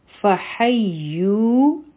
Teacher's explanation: دا به دوه ځله ویلی کېږي او دا به مونږ لږ سترانګ وایو په مضبوطۍ سره د شد په وجه، فحیو. او دا به دوه حرکه راکاږو هم، ځکه چې په دې باندې ضمه یعنی پیخ دی او واو خالی دی، دې مطلب دی په دې سکون دی.